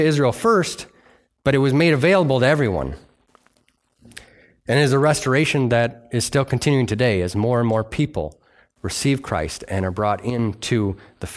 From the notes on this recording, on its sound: delivered on Sunday, November 12th, 2023 at Bible Center Church in Maiden Rock, Wisconsin